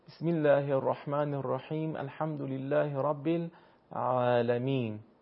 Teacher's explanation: حرف عین زمانی که میخواد تلفظ بشه در حلق، در واقع میدونید حرف عین جزء حروف حلقی هست و یک کششی در هنگام تلفظ حرف ایجاد میشه